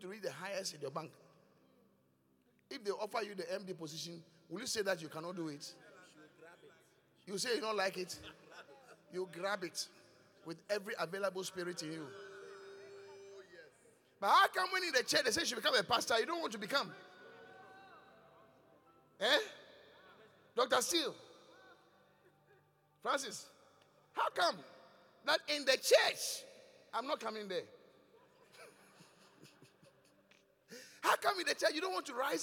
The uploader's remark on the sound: Preached at The Qodesh